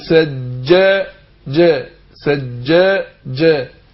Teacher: الجيم بتخرج من وسط اللسان. يعني نقول ده اللسان وسط اللسان اهو، ده طرف اللسان وده اقصى اللسان. · Term: تعطيش الجيم